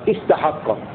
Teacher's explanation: وإذا بدأنا بكلمة استحق على رواية حفص نبدأ بهمزة الوصل مكسورة استحق، لأن الحرف الثالث من الكلمة مفتوح استحق.